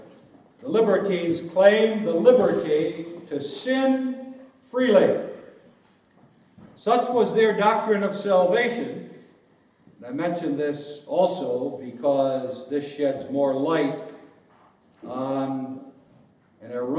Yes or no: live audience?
yes